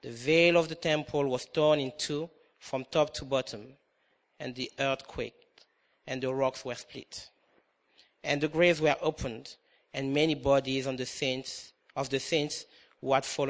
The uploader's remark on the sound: comes from King's Church Good Friday Communion Service 2013